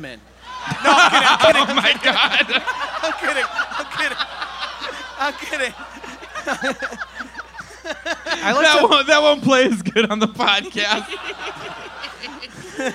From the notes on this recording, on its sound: Recorded live in Brooklyn, NY.